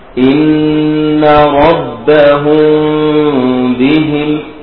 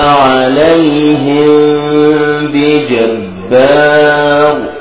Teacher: التلامس البسيط الخفيف جدا جدا بين الشفتين، تلامس ولا أقول إطباق، التلامس، وهناك فرق. · Term: الإخفاء الشفوي